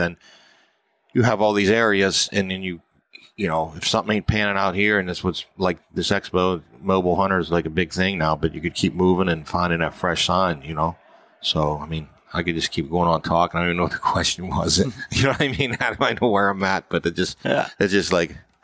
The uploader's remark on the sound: This weeks podcast was recorded at the Mobile Hunters Expo.